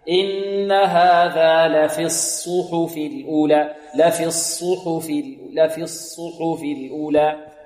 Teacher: والصاد الثانية المضمومة نضم الشفتين فيها